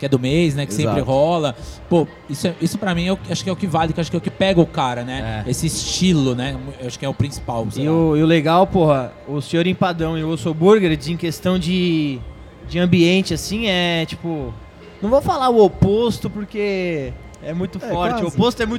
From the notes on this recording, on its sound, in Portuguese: gravados diretamente da III Mogi Expo Tattoo, o maior evento de tatuagens e piercings do Alto Tietê